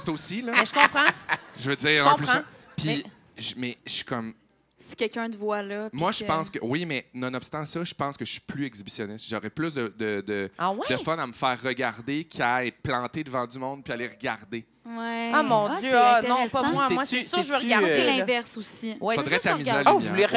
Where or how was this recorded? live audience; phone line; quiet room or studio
live audience